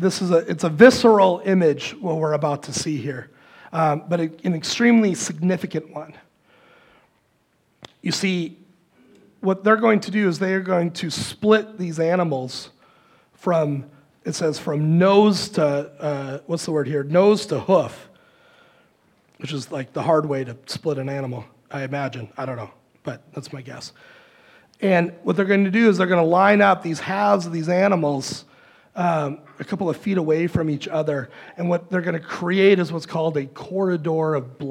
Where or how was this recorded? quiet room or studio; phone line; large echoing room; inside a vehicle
large echoing room